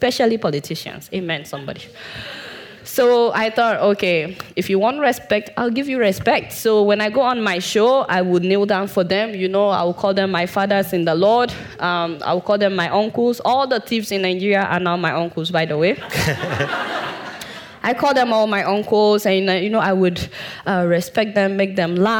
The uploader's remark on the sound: Audience Q&A. This Sydney Ideas event was held on 5 November 2018 at the University of Sydney.